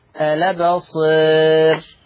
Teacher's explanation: التقليل يترتب عليه ترقيق الراء